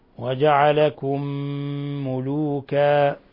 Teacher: ميم ساكنة مع ميم متحركة، أضغمنا الميم الأولى في الثانية، وجعلكم ملوكا، صار عندنا إضغام مثلين صغير، إضغام مثلين صغير، وجعلكم ملوكا.